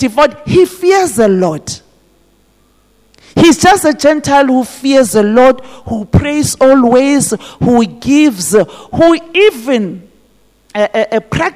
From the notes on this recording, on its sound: This message was preached at GTCFC City Campus.